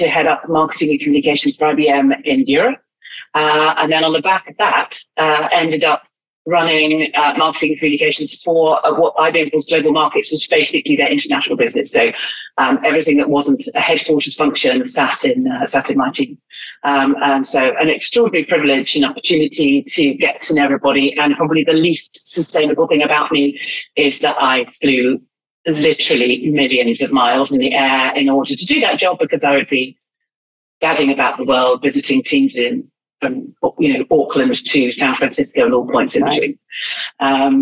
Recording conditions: video call